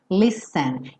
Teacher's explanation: Embora se escreva ST, o som aí corresponde ao nosso som dos dois S's